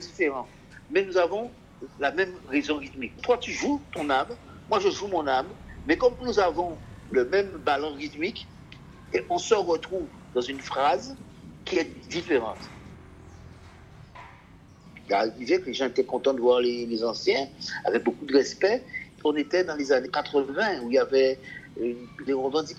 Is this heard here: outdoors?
yes